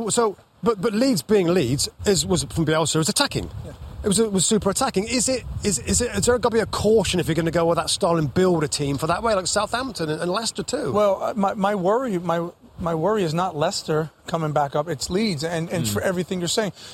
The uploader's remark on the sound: Championship Sunday Live From Goodison Park.